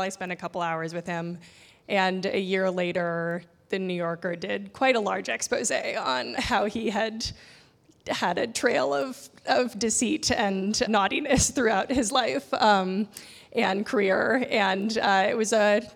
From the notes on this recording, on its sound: Live at P&T Knitwear in New York City. Live at P&T Knitwear in New York City.